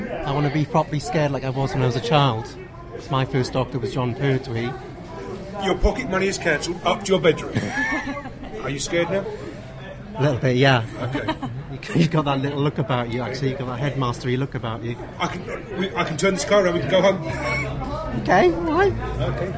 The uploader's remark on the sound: The Eleventh Hour London Launch Event. Recorded at the London Launch Event for Doctor Who: The Eleventh Hour. Both on and off mic.